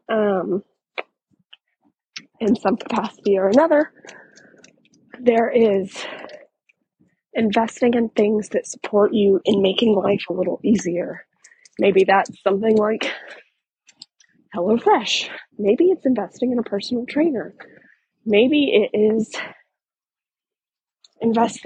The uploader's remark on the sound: in this walk and talk style episode